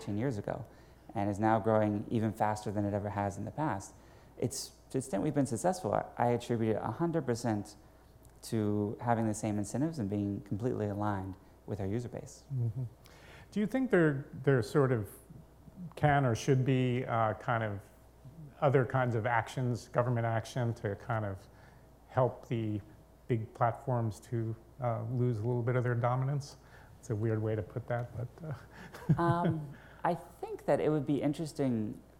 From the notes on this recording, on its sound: Recorded at the CB Insights A-ha Conference